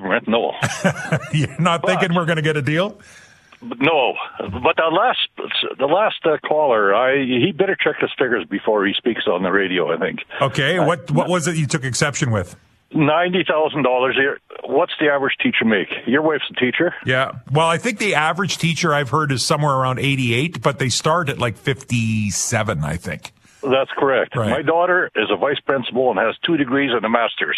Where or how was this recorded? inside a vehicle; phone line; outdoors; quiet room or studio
phone line